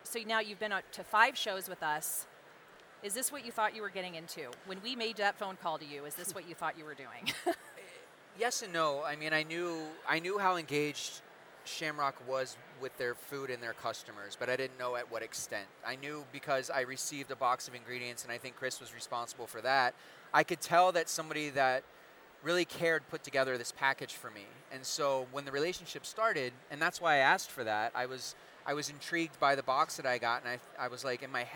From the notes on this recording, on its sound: Live from The Shamrock Foods EXPO.